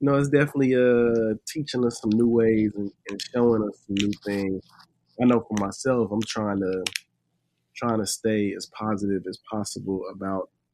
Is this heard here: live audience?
no